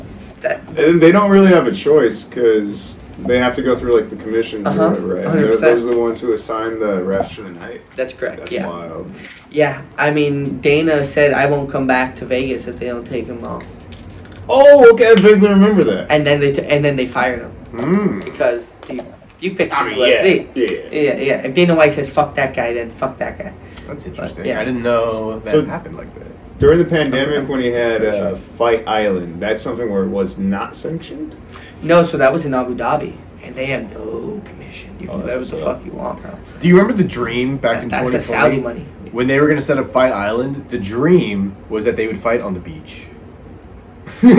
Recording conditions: poor microphone